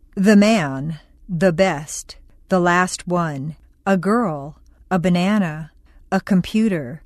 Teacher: Before a consonant, the and are both schwa sounds, which are reduced.